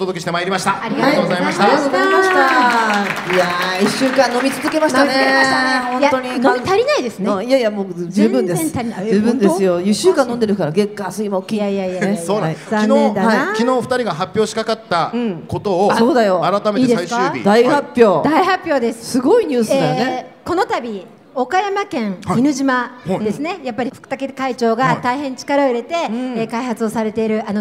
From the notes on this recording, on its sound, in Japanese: ホッピー発売70周年記念パーティ 帝国ホテル公開収録。